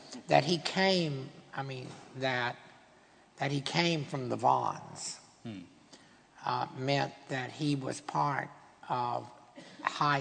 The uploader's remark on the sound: This GodPod was recorded as part of a lecture. This lecture was recorded as part of the McDonald Lecture Series – a collaboration between St Mellitus College and the McDonald Agape Foundation.